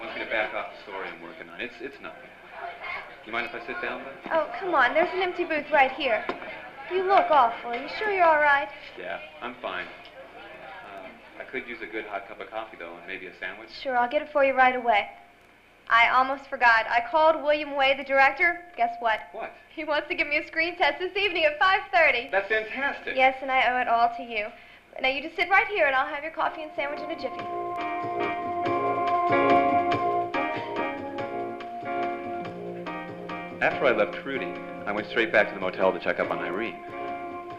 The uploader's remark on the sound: Performed before a live audience.